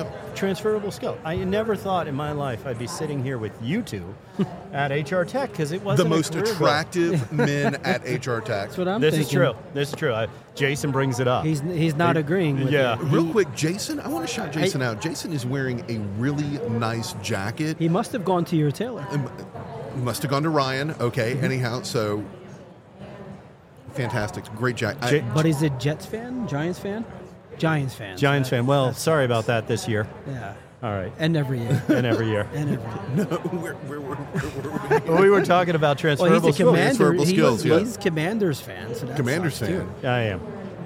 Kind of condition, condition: setting, busy venue